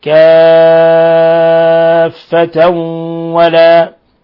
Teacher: تنوين فتح بعد الواو إدغام بغنة